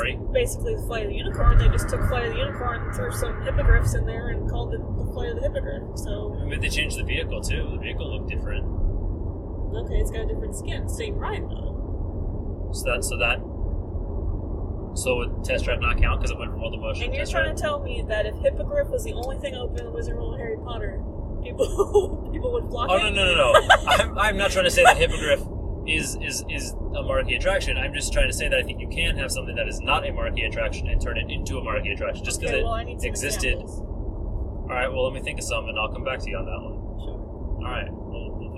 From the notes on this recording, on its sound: are in the car again